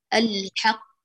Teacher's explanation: تظل القاف مفخمة عند العرب، لا ترقق أبدا، فليس لوقوفها هذه علة ترقيقها، بل تظل مفخمة.